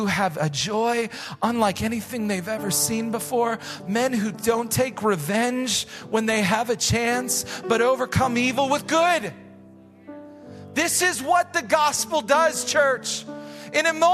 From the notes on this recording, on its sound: Recorded live at Hope Church in Springfield, Mo.